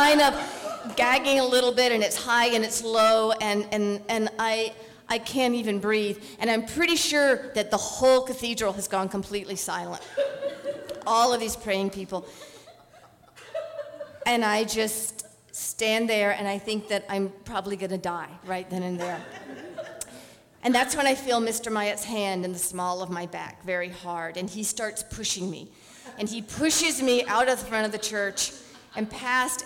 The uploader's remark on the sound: On The Road Series. Live in Dallas, OR. Portland Story Theater.